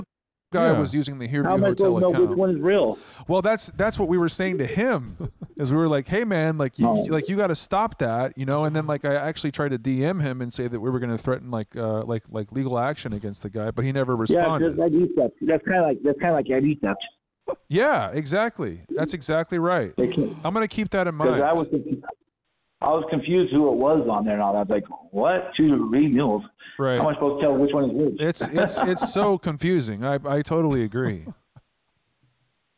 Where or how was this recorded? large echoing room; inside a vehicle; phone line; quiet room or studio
phone line